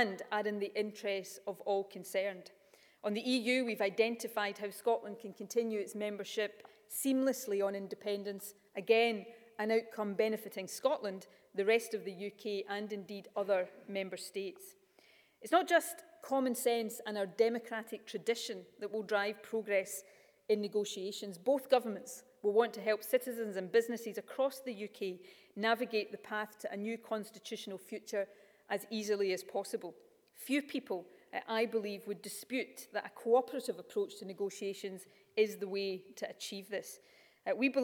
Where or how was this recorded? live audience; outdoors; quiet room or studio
live audience